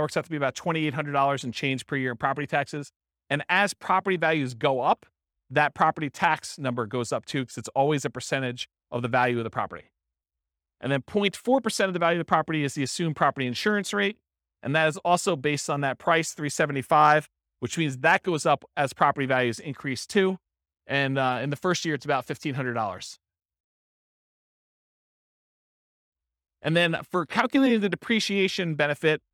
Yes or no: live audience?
yes